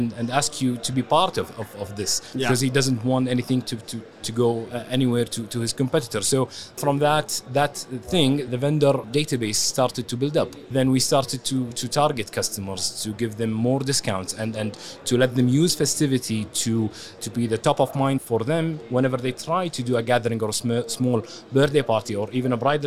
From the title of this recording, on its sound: Live from SES